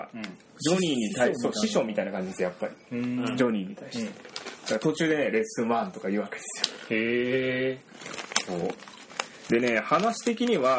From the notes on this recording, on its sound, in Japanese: お酒を飲みながらの配信。雑音と雑な話になりますが